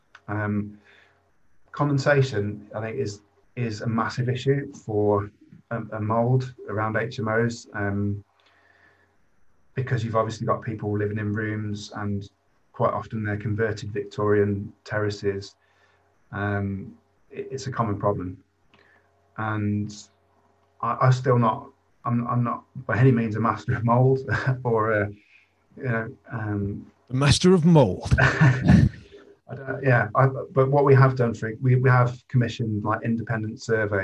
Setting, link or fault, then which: link, video call